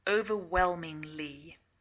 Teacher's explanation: And we don't usually pronounce the H. It's a silent H.